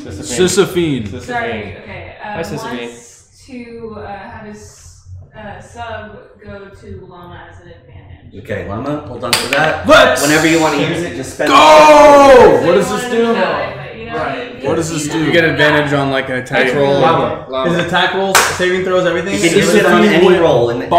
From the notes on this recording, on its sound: These casts are from games of D&D played live on twitch weekly. Please excuse the audio in this episode!